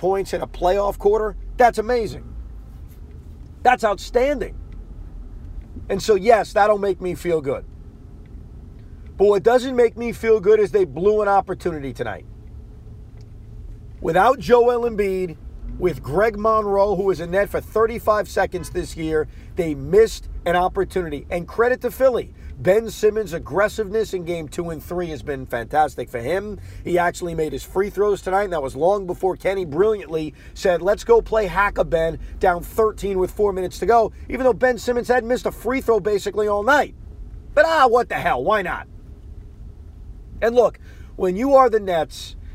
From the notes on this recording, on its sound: Does a podcast while driving home from Brooklyn after the Nets loss.